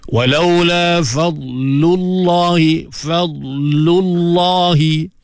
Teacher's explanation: Lam pada lafzul jalalah tu yang dibaca dengan taghliz, dengan tebal. · Lam pertama nipih, lam kedua tebal.